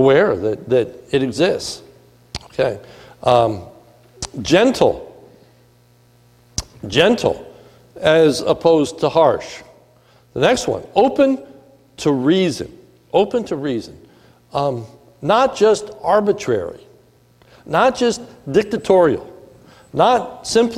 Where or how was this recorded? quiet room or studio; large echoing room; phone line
large echoing room